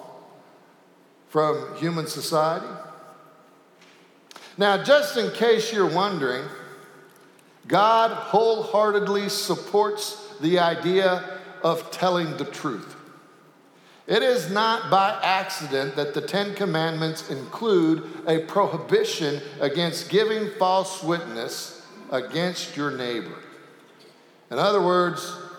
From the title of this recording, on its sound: Sanctuary Service